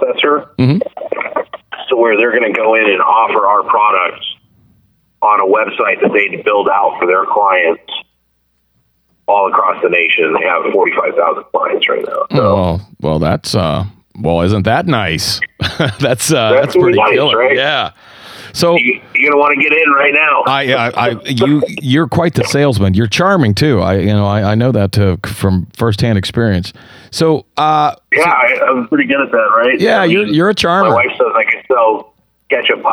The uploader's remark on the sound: get him back on the phone